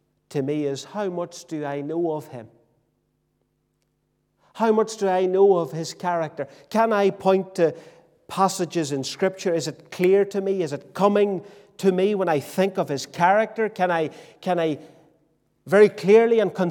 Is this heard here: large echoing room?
yes